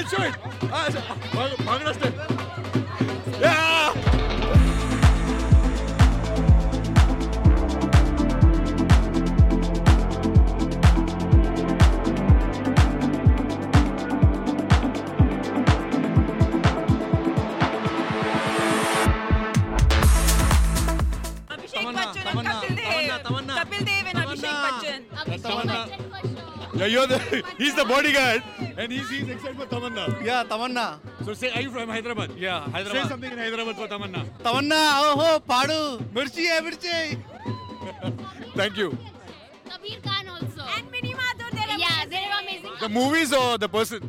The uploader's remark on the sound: Exclusive Red Carpet Interviews IFFM 2022